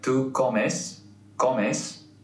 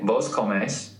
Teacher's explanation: The stress goes on the last syllable. · Shown in: second take